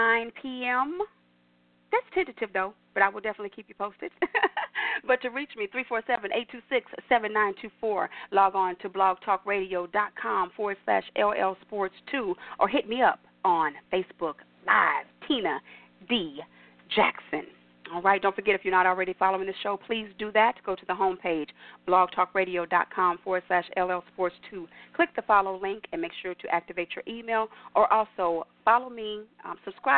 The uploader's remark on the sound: your phone calls